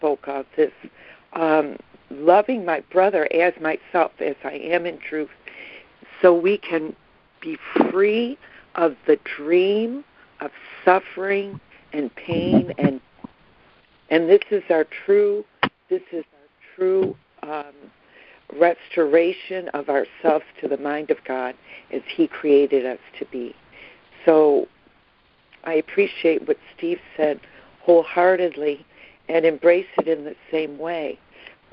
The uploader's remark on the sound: ACIM Daily Conference Call.